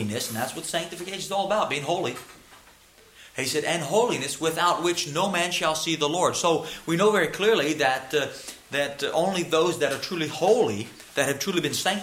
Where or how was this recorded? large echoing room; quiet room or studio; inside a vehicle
large echoing room